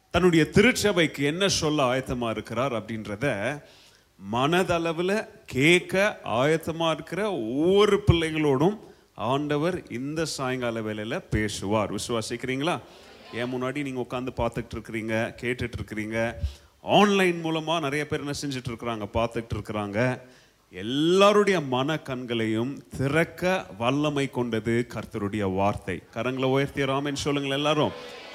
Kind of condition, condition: setting, large echoing room